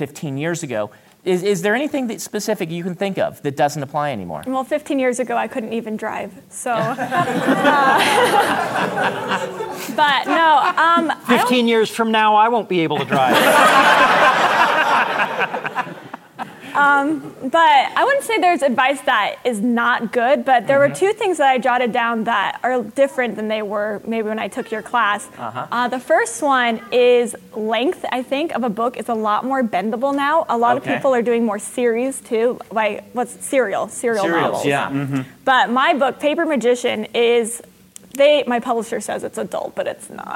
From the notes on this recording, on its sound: joined us in front of a live audience it Sasquan (the 73rd World Science Fiction Convention)